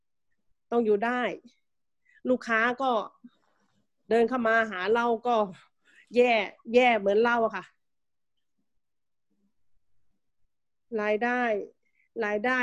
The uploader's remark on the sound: ZOOM Meeting